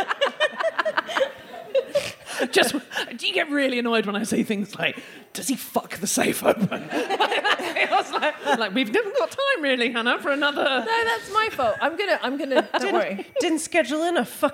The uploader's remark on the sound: DWSC LIVE. At their residency in London, in front of a packed-out audience, which also happened to contain her mother, who will only entertain sitting f'row, for maximum effect. We then hear from one of the lovely audience members.